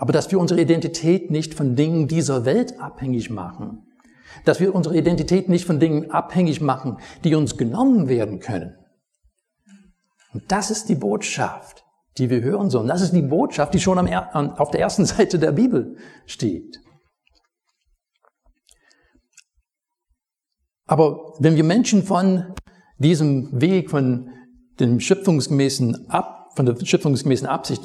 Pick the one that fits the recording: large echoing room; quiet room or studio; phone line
large echoing room